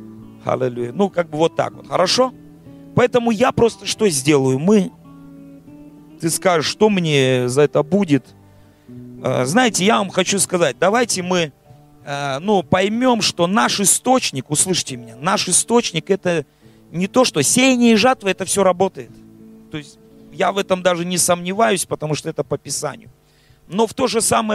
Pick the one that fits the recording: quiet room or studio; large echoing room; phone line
large echoing room